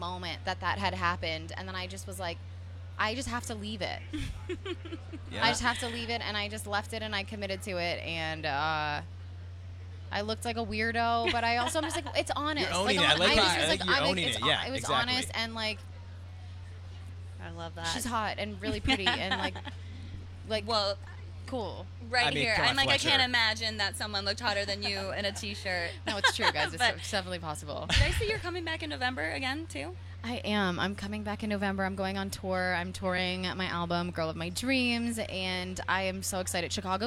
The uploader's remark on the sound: The MIX is live backstage at Lollapalooza 2022!